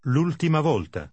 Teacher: Notice that the first word, with the apostrophe, is pronounced just as if it were all one word.